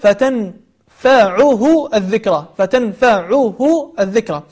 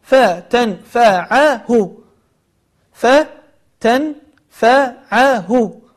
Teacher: هناك ملاحظة بسيطة، أن كثير من الناس يخطئ فيقول فتنفعه الذكرى فتنفعه الذكرى، فيجعل العين مضمومة والصواب أنها مفتوحة